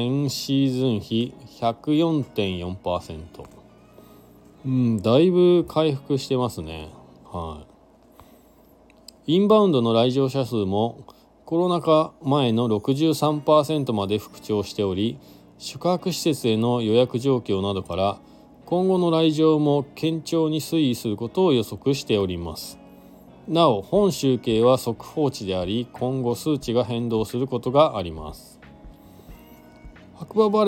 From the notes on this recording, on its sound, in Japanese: ゲレンデに滑りに行った時だけ配信になります。本日、白馬八方スキー場で滑り終了後 車の中から。Stand.fm。